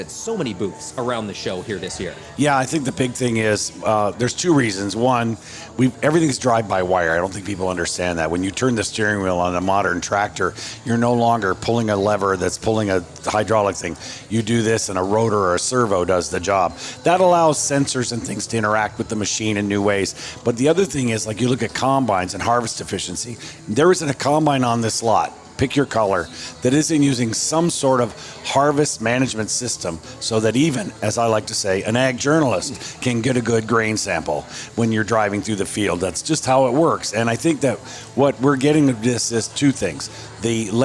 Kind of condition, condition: setting, busy venue